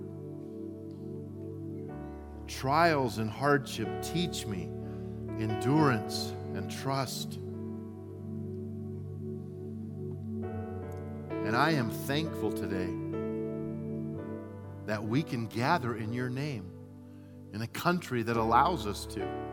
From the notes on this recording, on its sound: At Timberline Church. Live.